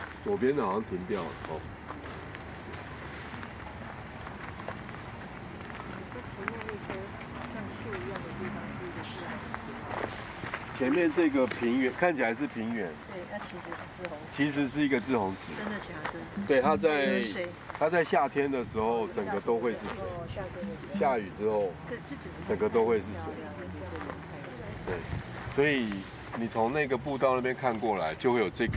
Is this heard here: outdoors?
yes